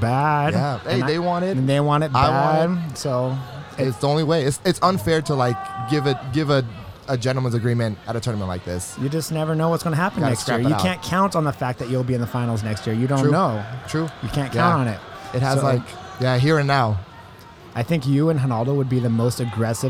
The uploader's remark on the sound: Recording from the FloGrappling table at IBJJF Nogi Worlds in Anaheim, CA. A mish-mosh of short interviews with pretty much whoever was walking by the table at the right moment.